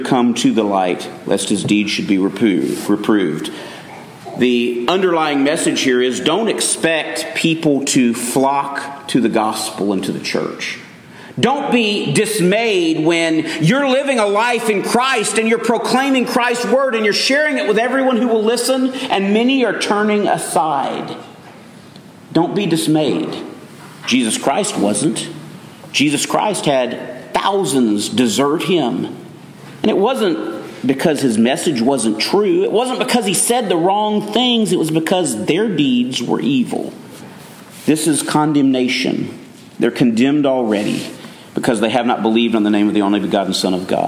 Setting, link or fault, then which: setting, large echoing room